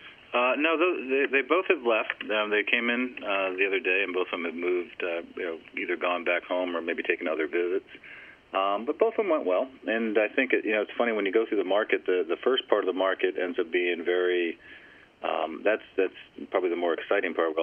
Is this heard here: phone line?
yes